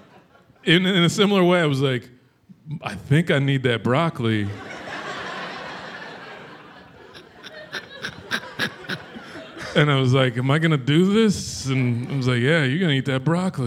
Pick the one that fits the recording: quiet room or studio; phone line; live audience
live audience